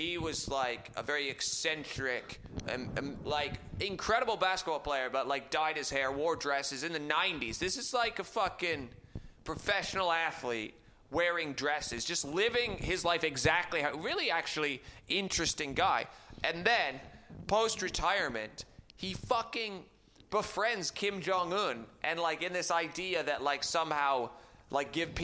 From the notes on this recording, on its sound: Live In Edinburgh Fringe 2022. We have dug into the vault to find another live show from Edinburgh for you to enjoy.